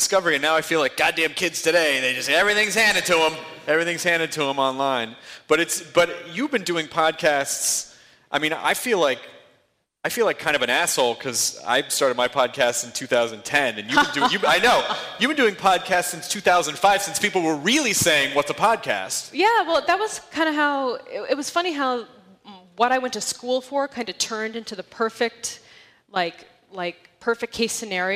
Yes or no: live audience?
yes